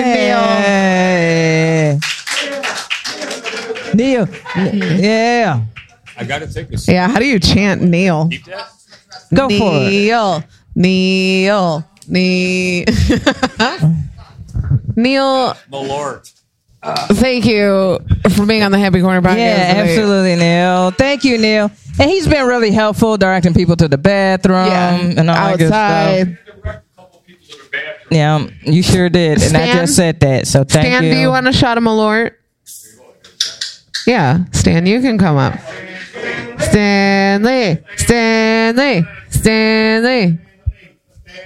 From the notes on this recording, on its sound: Live at the Drunken Donut with a live studio audience.